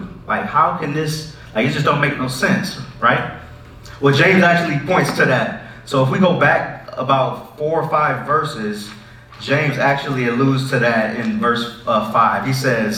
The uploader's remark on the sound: Sorry for the audio issues on this one!